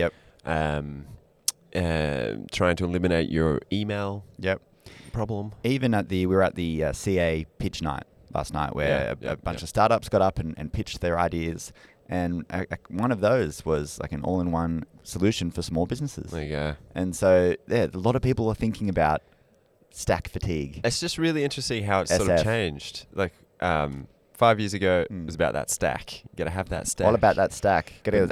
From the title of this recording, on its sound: Live From Accountex